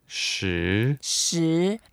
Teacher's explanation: it's a second tone, so it rises a little bit